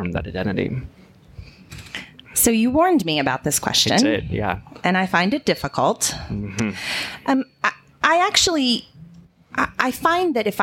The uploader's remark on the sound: This episode was recorded live from the Wild Goose Festival podcast stage on July 12, 2019 in Hot Springs, NC.